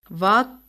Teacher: கீழ் உதட்டில் மேல் பல் பொருந்த உச்சரிக்கின்றோம் · Term: உதட்டுப்பல்